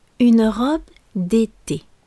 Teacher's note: Dans été, e on a deux fois le son et fermé. Dans une robe d'été, on a une première fois le son et fermé, puis la deuxième c'est un est ouvert.